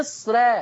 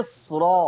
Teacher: ما ترقق وتقولي مصر، لا، الصاد من المستثنيات اللي هتخليك ما ترققش الراء، تفخم الراء · Shown in: second take · تقول مصر، ادي الصاد.